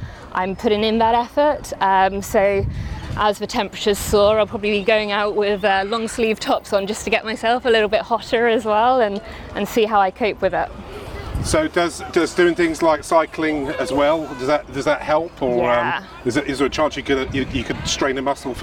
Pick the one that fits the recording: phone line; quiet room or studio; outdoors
outdoors